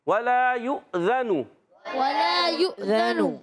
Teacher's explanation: نون پر ہونٹ گول ہو جائیں گے